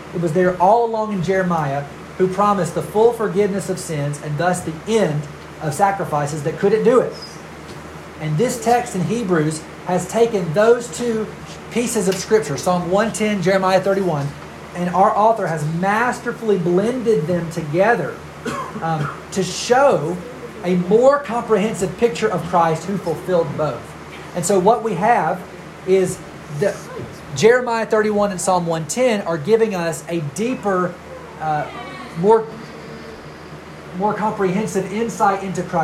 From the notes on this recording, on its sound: We had an issue with air conditioning and met in our big children's meetings space; the audio was recorded on a phone, so the quality is not the same as normal.